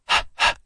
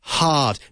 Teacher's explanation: that's the aspirate H sound that we find at the beginning of words like hard, right? Hard.